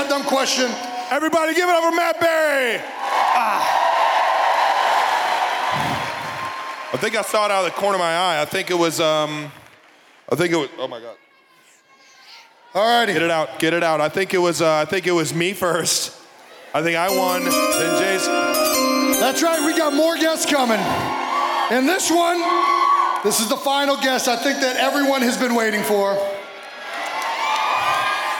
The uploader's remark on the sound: Our first-ever live show filmed in front of an electric crowd on April 26th at the historic Kansas City Music Hall is finally here!